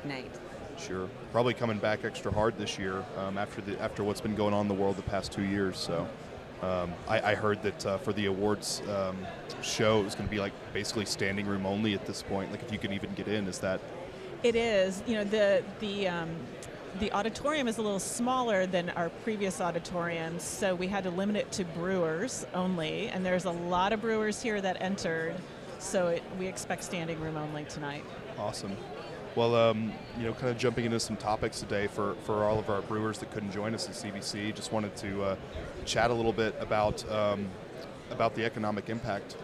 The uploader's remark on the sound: We're LIVE from the tradeshow floor at Craft Brewers Conference 2022 in Minneapolis!